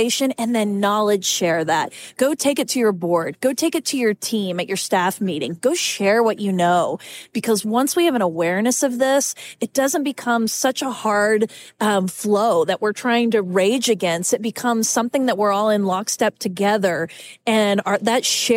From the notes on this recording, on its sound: LIVE from New Orleans. While at AFP ICON. (live and in person!).